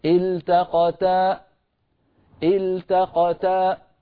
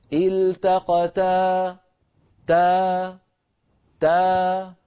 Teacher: التقتا، لما نقف على كلمة آخرها ألف، التقتا تا، فنجعل الصوت في آخر الألف يتخامد ويتلاشى تدريجيا، ولا نقفل الوترين الصوتيين · Shown in: second take · إن تقفلنا الوترين الصوتيين خرجت همزة ساكنة.